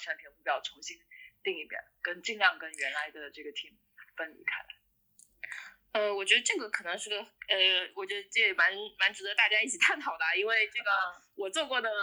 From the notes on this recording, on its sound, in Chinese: 中美连线回放。直播非常反馈好，很多人要求回放，索性就上传到播客里，供大家回味。第一次录音效果不是很好，请大家多担待！